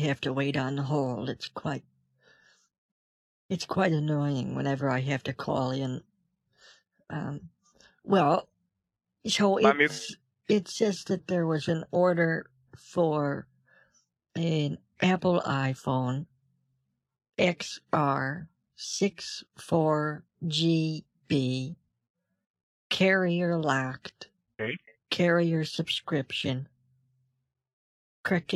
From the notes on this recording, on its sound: Things start to get pretty wild when my husband experiments with microwaves that cause my phone to glitch at the worst possible moments. Throughout the call. Deal with horrible glitching, both on the computer and over the phone thanks to her husband daisy chaining microwaves together in an attempt to create the world’s first macrowave.